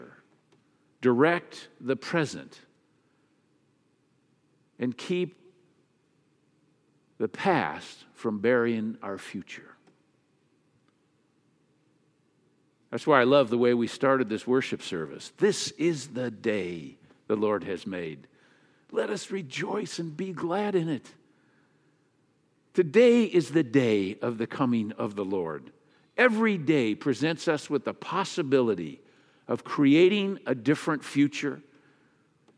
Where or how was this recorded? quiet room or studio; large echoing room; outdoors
large echoing room